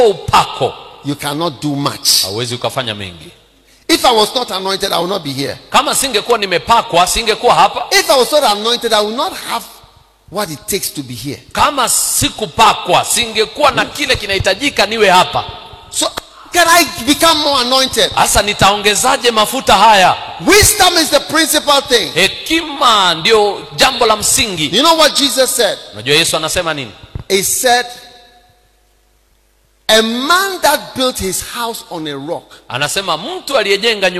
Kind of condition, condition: setting, live audience